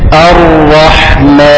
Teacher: الراء بتتميز بصفة الايه الايه التكرير، والتكرير هو ارتعاد طرف اللسان